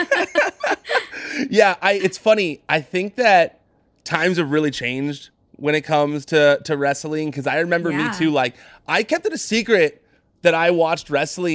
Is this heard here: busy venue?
no